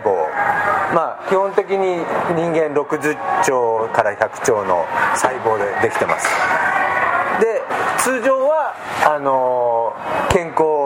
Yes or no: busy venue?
yes